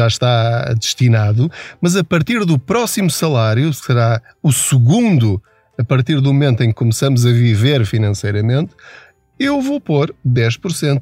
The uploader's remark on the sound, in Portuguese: Não ligue aos barulhos da viagem.